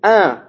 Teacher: Cuando yo lo pronuncio, tiene que salir el aire, tanto por la boca como por la nariz. ¿Ya? Entonces, por eso se escucha como un sonido, como salió de la nariz más. · Term: sonido nasal